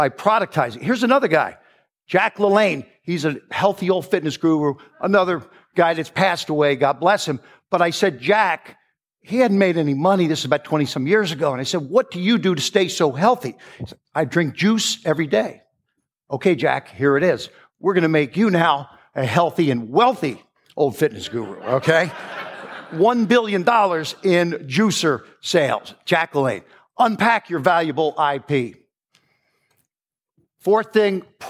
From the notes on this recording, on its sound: Recorded live at the Genius Network Annual Event.